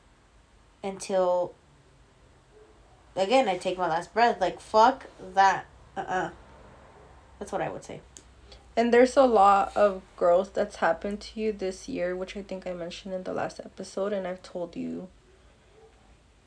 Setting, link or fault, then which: fault, sounds in the background